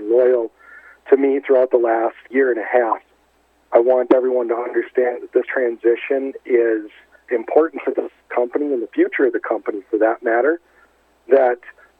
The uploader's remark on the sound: called in to SmallCapVoice